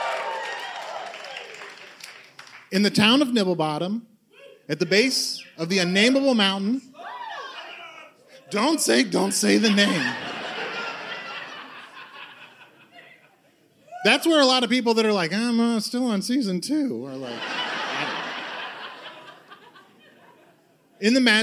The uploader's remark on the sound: Recorded live at the Bell House in Brooklyn.